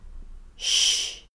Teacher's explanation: sch spricht man wie tsch und sch zusammen